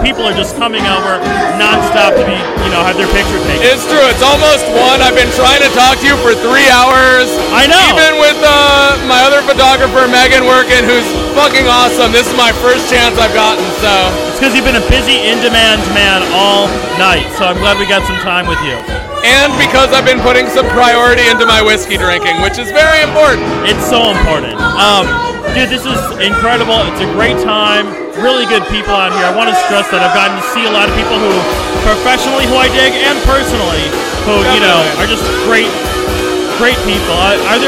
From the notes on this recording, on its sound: Recorded at the GlitterGuts Dance Punk Circus at the Metro. Featuring event attendees.